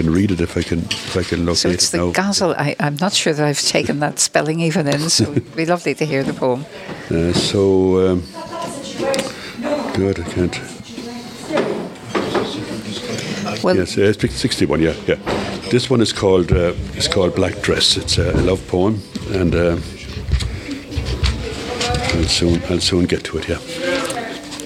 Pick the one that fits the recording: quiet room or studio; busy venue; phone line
busy venue